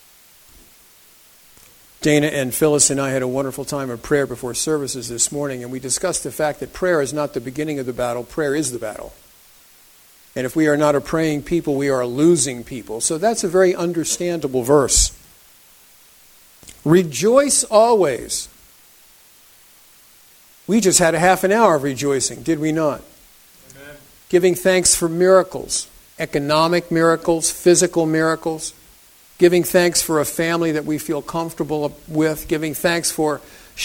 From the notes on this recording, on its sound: The congregation held an open mic during the Shabbat following Thanksgiving for people to give thanks.